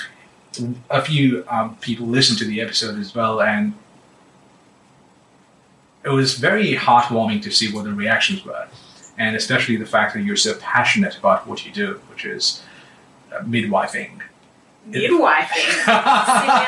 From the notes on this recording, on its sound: Apologies for slight audio issues - microphones not working.